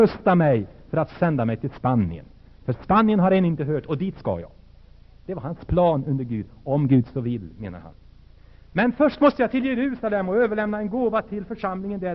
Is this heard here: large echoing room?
yes